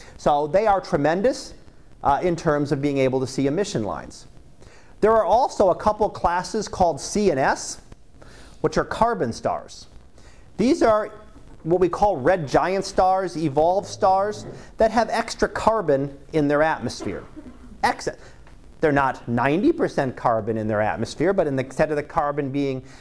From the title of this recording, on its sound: Live Class Lecture